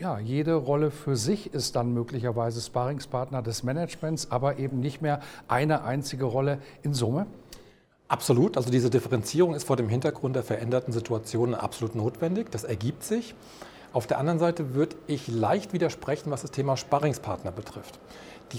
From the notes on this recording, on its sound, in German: im Interview auf dem ICV Congress der Controller 2022